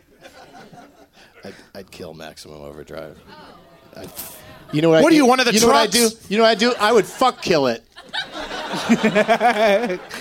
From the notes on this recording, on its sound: Live from The Comedy Attic in Bloomington,